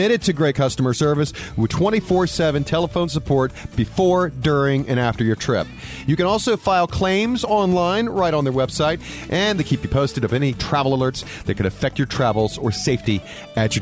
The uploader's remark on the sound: Farewell Carnival Destiny; Live in PortMiami. Hear from passengers and the Cruise Director about Carnival Sunshine.